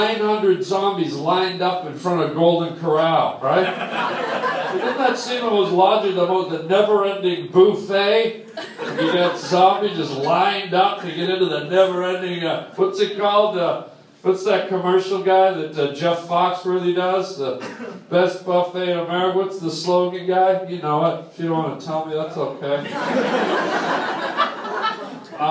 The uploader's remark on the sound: live on stage at the Hollywood Improv